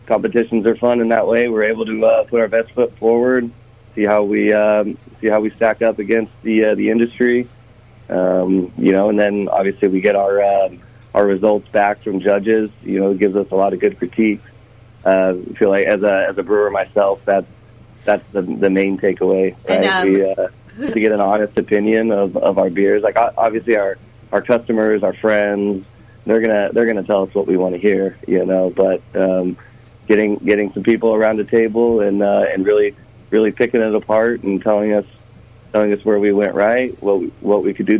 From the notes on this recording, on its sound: Calls in to Brew Ha Ha.